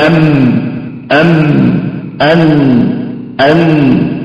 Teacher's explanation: الميم والنون من حروف البينية اللي هي من صفتها صفة البينية اللي هي بين الشدة والرخاوة، ففيها بعض الزمن فتجد أنك وقفت عليها وأتيت بجزء من الغنة، يعني ليست غنة كاملة ولكن فيها غنة، تمام؟